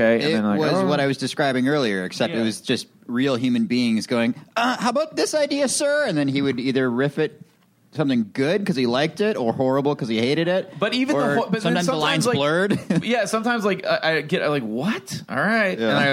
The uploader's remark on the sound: Recorded at ATX Television Fest in June 2015.